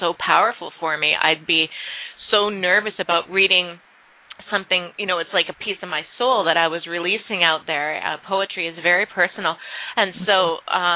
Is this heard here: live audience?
no